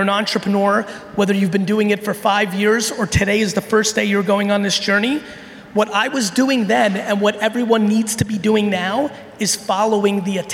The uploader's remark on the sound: I'm sharing a keynote I gave recently in Brazil.